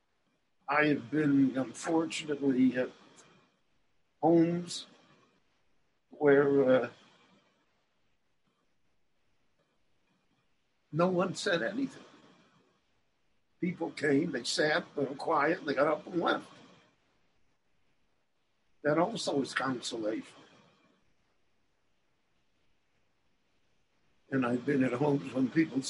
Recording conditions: video call